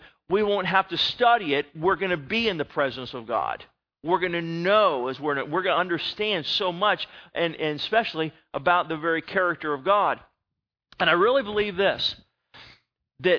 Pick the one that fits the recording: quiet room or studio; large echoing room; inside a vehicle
large echoing room